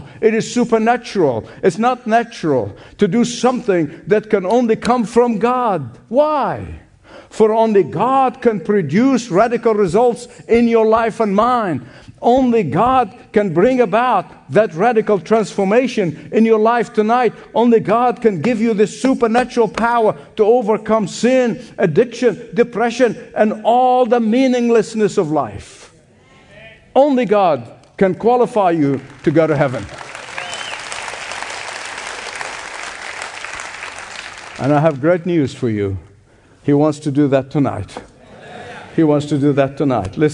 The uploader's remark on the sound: Radio Special: Hope Ireland: Dublin. Originally broadcast LIVE from The Convention Centre in Dublin, Ireland. This Evangelistic Celebration features Gospel worship with special musical guests.